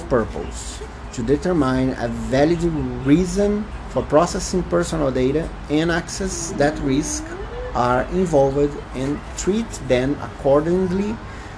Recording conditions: background noise